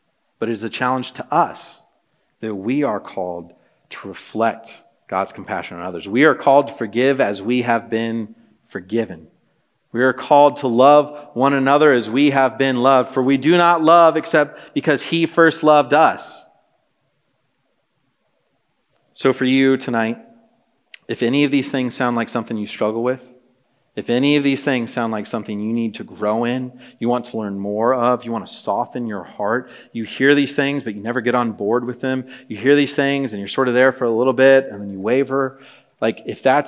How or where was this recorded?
live audience